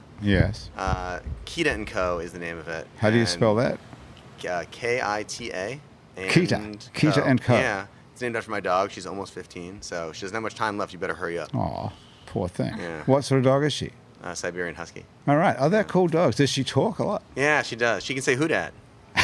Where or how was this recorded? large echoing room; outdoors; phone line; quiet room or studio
outdoors